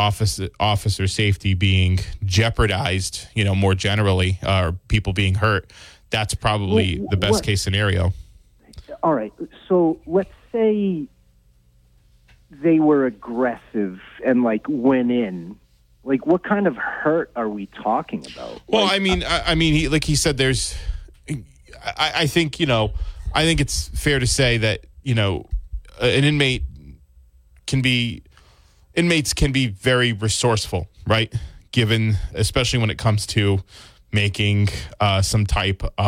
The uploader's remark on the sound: Callers from the audience give their opinion on the standoff at the Bristol County Jail.